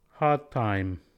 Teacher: we delete D when it meets T to leave a VC connection